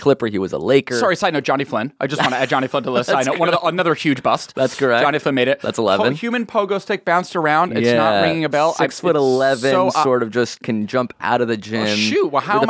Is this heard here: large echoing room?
no